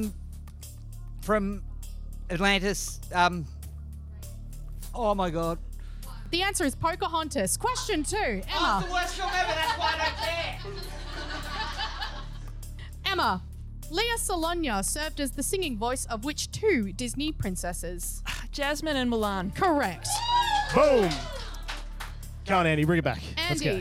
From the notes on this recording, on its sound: Recorded live at The Motely Bauhaus in Melbourne.